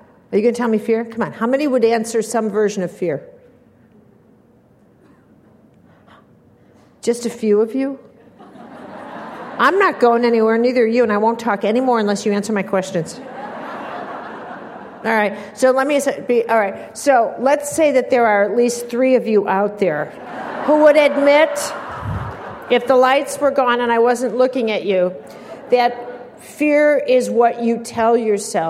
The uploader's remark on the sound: Keynote from the Being Fearless Conference in NYC, 2005